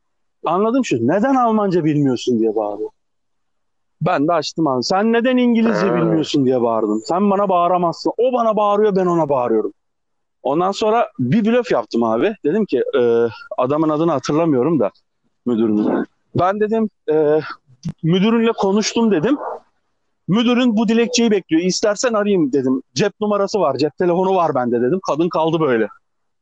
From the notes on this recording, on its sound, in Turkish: Bu podcast telefon üzerinden kaydedilmiştir. Sesler biraz tırt olabilir.